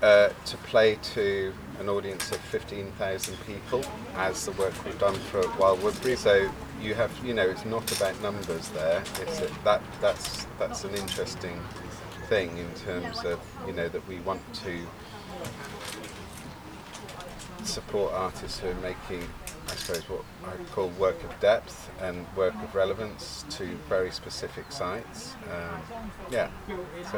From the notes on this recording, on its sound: Get out in the field at Inside Out Festival in Dorset, UK. The 10-day festival that takes place in rural and urban areas in the south of England every two years.